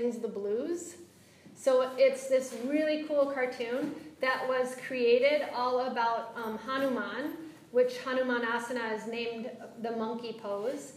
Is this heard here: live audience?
yes